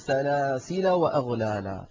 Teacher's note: أما في حال الوصل فتحذف الألف يعني فنقول سلاسل وأغلالا.